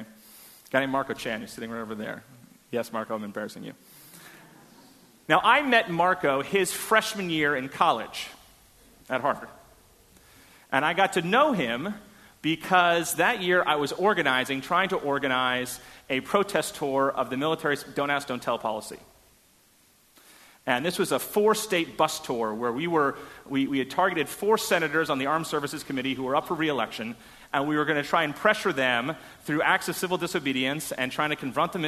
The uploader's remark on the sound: Delivered at First Congregational Church of Houston on November 13, 2016. A sermon on Romans 13:1-7 delivered at First Congregational Church of Houston.